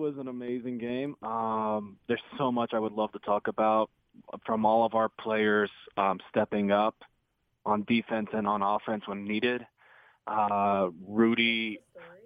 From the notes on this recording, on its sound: Hosted a late-night/early morning reaction show with dedicated Jazz fans joining on the phone.